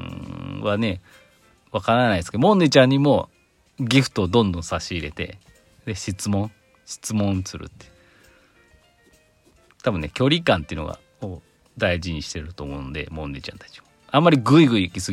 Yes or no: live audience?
no